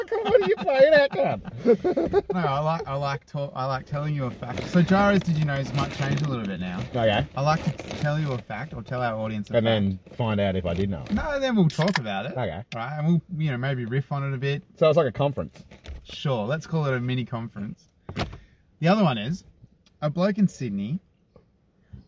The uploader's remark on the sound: What started off as a failed attempt to record in an abandoned house, quickly turned to a dry river bed. We had technical difficulties on the day of recording. Luckily had set up the good old phone to record some video footage for self-reflection purposes. Apologies if the audio quality isn't up to our usual standards. The windows went down in the car studio as the temperature began to rise.